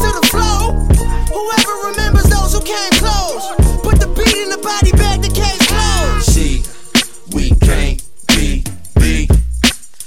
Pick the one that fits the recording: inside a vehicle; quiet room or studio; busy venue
busy venue